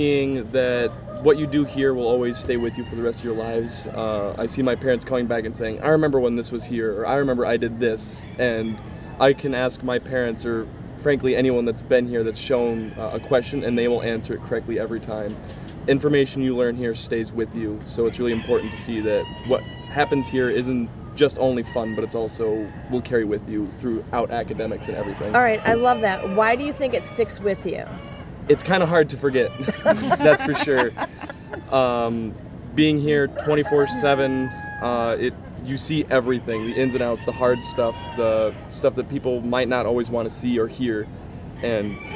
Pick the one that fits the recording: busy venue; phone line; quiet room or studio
busy venue